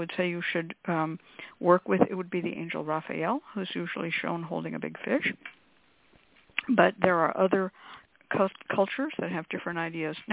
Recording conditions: phone line